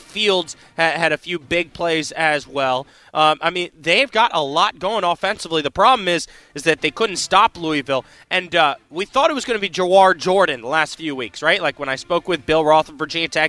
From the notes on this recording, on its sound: Coming to us live from River City Roll in Scott’s Addition! Who is out live at River City Roll all day.